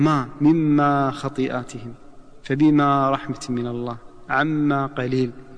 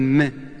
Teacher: فإذا أتينا إلى الميم والألف، ما مما خطيئاتهم، فبما رحمة من الله، عما قليل. الميم هذا حرف شفهي، أي يخرج من الشفه، من الشفتين، من اجتماع الشفتين، فهو ناتج من اجتماع الشفتين ما.